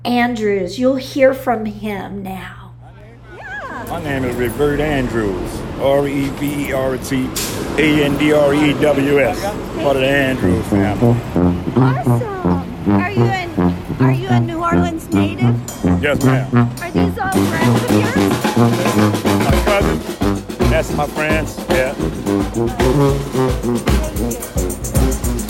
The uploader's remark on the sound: Take listeners on a tour of the signature sounds of New Orleans. They intended to focus on five, but so many more grabbed the mic’s attention. The sounds of the fountain and horse’s hooves also grabbed attention. The sounds of emergency vehicles.